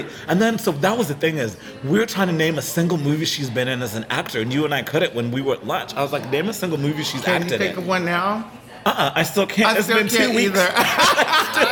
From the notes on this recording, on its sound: Recorded on site at the Magnolia Wine Bar in the heart of Fort Worth